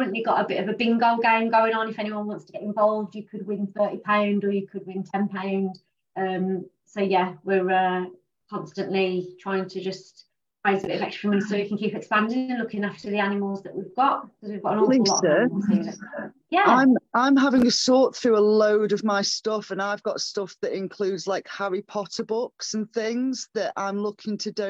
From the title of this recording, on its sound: Live Zoom Book Launch